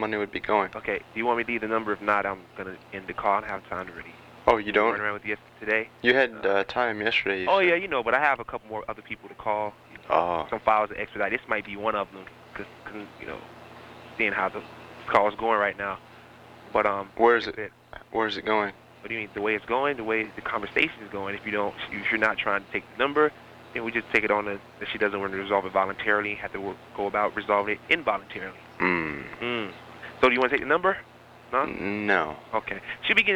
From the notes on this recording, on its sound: RBCP's Personal Prank Phone Calls Collection